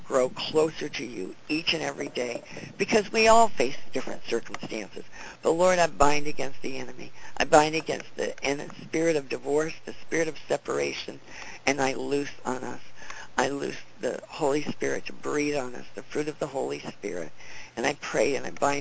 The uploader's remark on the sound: CONFERENCE CALL